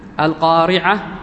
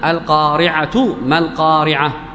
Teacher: هذه الكلمة إذا وقفت عليها فإنك تقف عليها بالهاء · Shown in: first take · القارعة، بالهاء، القارعة، وإذا أوصلتها فإنها تنطقها بالتاء، القارعة، ما القارعة، مع الوصل تاء، مع الوقوف على هذه الكلمة التي كتبت بالتاء المربوطة وقفت عليها، الوقوف عليها بالهاء، القارعة، لا تقول القارعة، لا، القارعة.